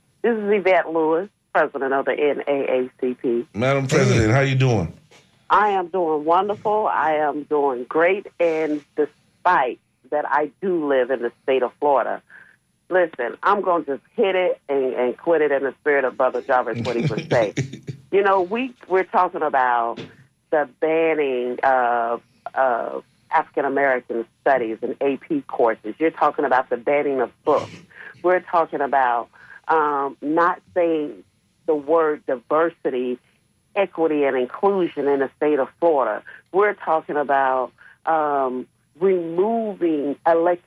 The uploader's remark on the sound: unique magazine format call-in show